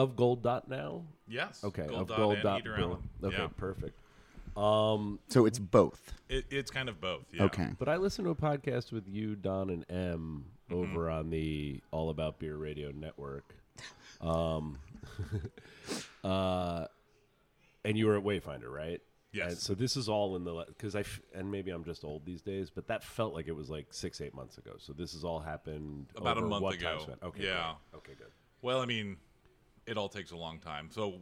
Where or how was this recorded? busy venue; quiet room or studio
busy venue